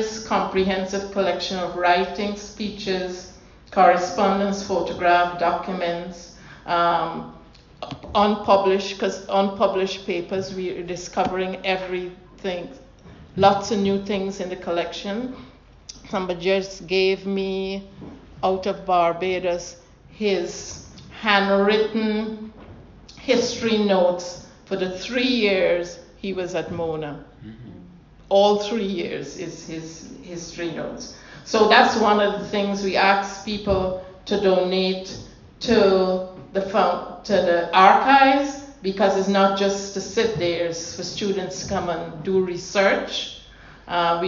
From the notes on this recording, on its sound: This is a recording of the event. Held at the Classic in Tooting Bec, London (UK).